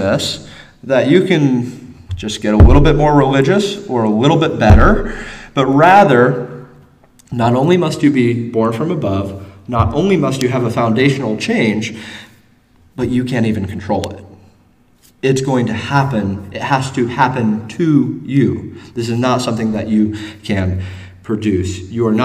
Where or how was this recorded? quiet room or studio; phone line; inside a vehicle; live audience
live audience